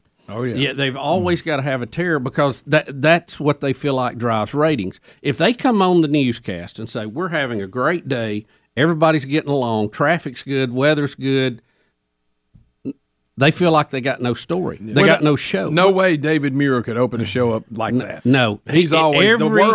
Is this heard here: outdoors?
no